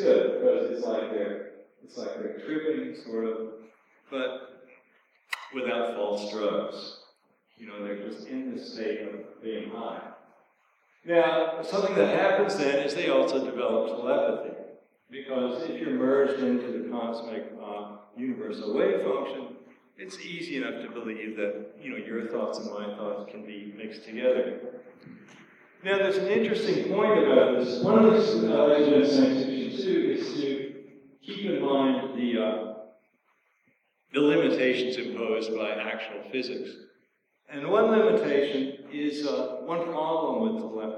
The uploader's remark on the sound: A talk at the Transhuman Visions conference at Fort Mason in San Francisco. Some good laughs from the crowd. The sound quality is poor, as there was an echo in the hall.